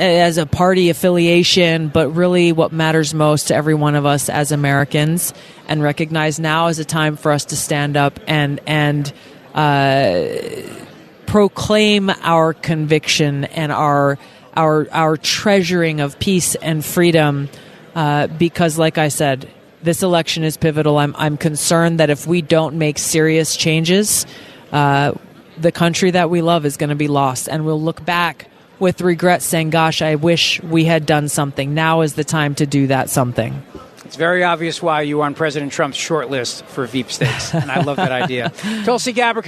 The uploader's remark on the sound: Wraps-up the show from CPAC in Washington D.C.